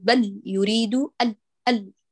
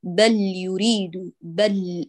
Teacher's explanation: لام الحرف تعامل كالحرف البيني تماما وهي مظهرة فتأخذ جريان جزئي للصوت · Shown in: second take · فلا نقول بل يريد ال كما لو كانت شديدة ونحبس الصوت، بل لا بد أن نعطيها قوة وسطا حال التصادم بالنزول عليها بعد التباعد من المتحرك حتى يجري الصوت طواعية جريانا جزئيا فتتحقق بينيتها.